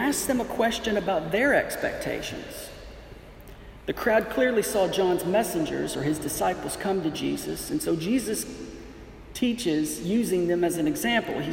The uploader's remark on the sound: This audio is a recording of the International Church of Vilnius Morning Prayer service from June 9, 2019.